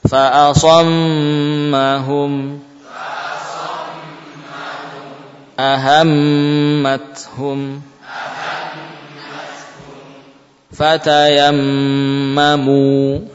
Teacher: Jadi zaman mim tasydid lebih panjang daripada zaman huruf-huruf selainnya yang bertasydid.